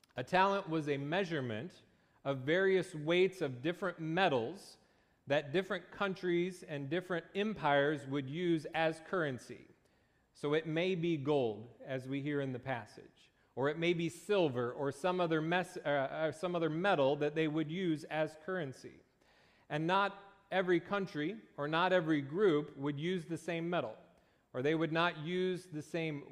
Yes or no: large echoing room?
yes